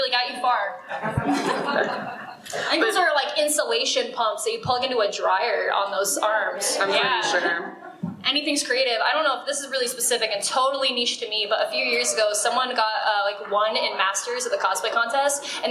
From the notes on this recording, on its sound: our very first live event, our panel at FanX 2022